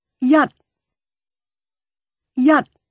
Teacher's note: High flat tone means one.